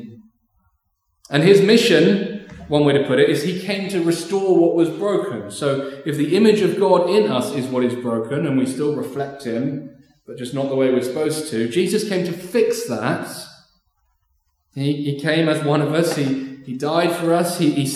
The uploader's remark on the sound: Recorded Live stream 10am 'Learning for Life' from Binscombe Church (BWS) 10th December 2023